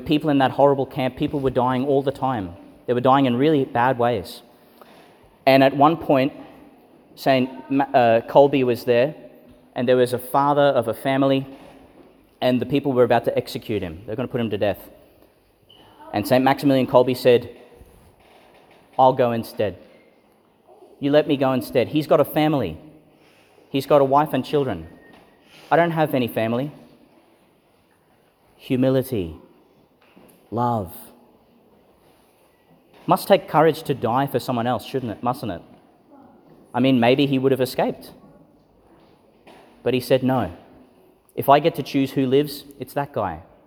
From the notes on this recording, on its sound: Homily delivered for St Francis of Assisi's Sporting Houses School Liturgy (Feast of Saint Clare of Assisi), in St Peter Chanel Church, Tannum Sands, Qld.